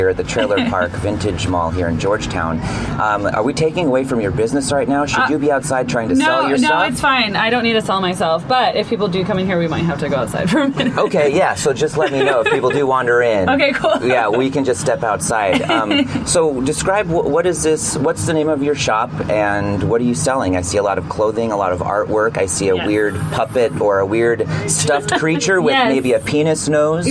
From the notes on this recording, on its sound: at the Georgetown Trailer Park Mall